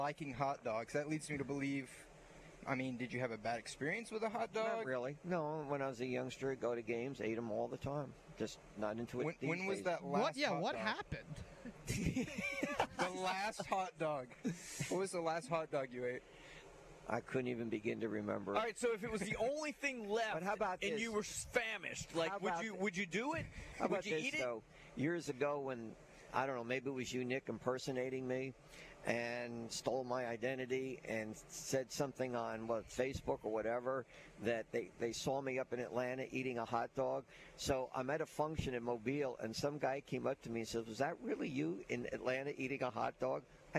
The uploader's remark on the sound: LIVE from McGill-Toolen for another edition of high school gameday!